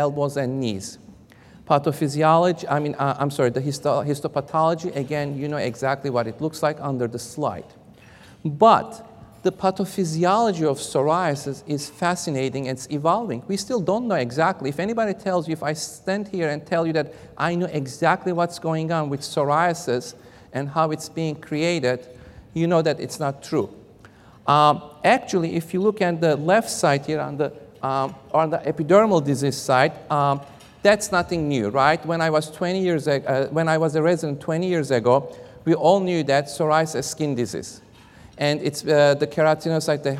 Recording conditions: large echoing room